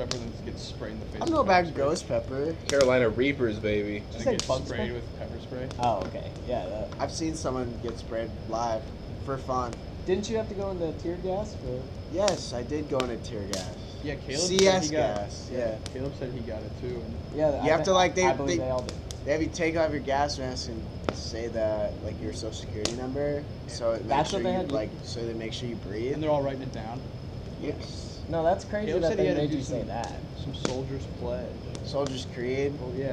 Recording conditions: phone or laptop microphone